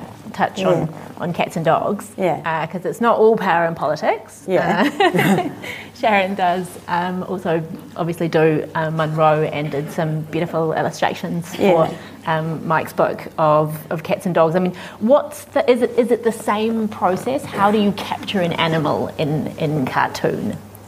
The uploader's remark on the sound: At the 2021 Marlborough Book Festival